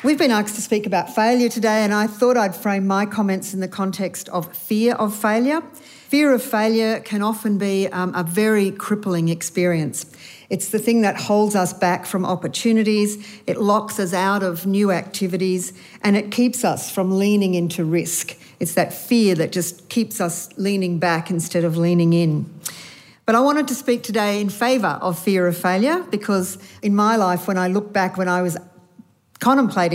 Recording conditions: busy venue